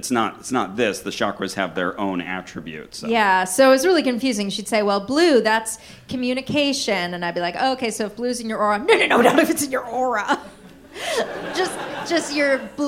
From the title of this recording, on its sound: Brooklyn Live Show Edition